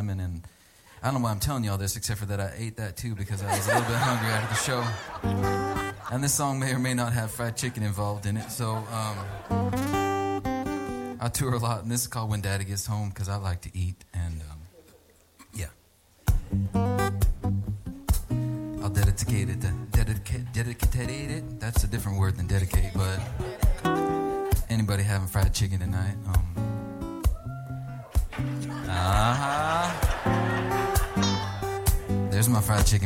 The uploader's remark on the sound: recorded live in concert